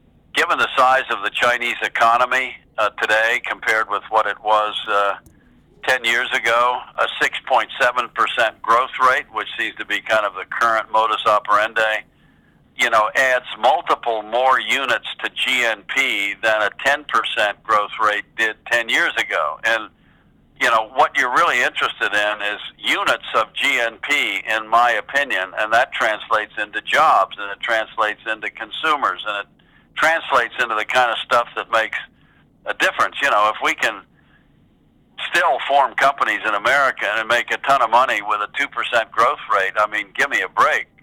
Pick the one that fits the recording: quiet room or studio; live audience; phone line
phone line